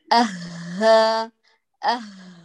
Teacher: الأمر الثالث، هاء كما أنه مهموس فيه كمال الصوت، هو رخ فيه كمال جريان الصوت النفس والصوت · قرب الوتران الصوتيان لإنتاج الصوت الهاء وتحقيق رخاوته